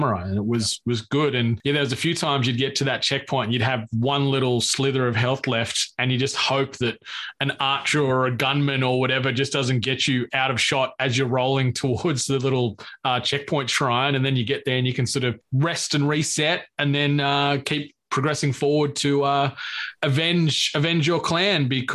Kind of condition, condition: link, video call